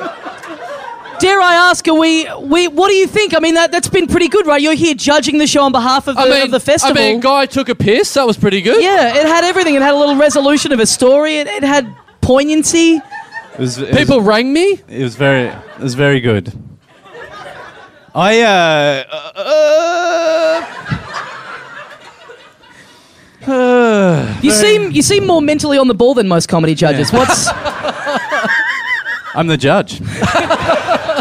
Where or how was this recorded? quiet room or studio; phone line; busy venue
busy venue